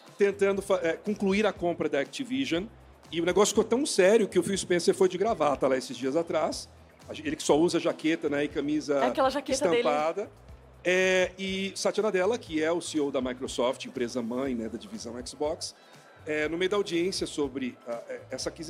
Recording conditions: busy venue